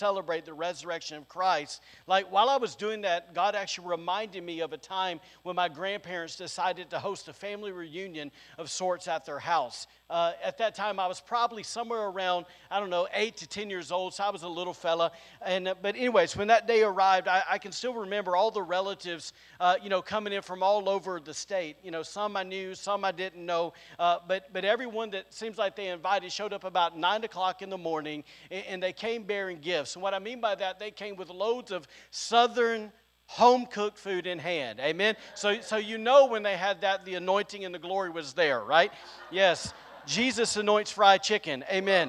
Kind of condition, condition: setting, large echoing room